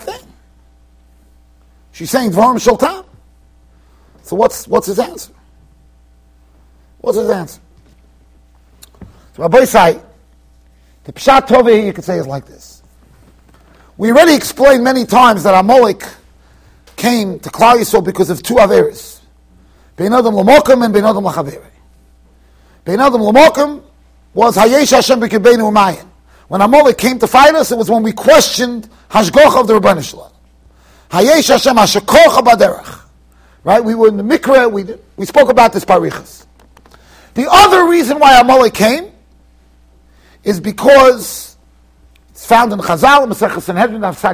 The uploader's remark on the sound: Shiur recorded in Yeshivas Ohr Reuven, Monsey NY.